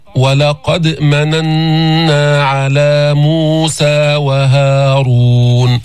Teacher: ولقد بدك تحرك الفم لتأتي بصفات الحروف وبمخارج الحروف، ثم تأتي بالقلقلة في هذه الدال الساكنة